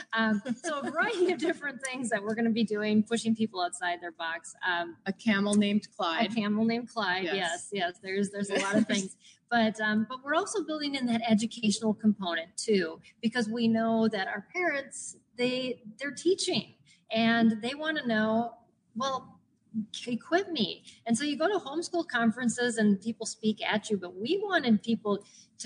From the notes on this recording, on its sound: LIVE from SPED Homeschool Family Retreat. LIVE from our first family retreat being held in partnership with the Joni and Friends ministry and MACHE (Minnesota Association of Christian Home Educators).